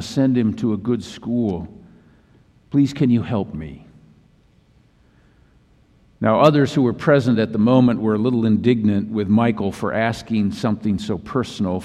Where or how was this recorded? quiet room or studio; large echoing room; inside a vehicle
large echoing room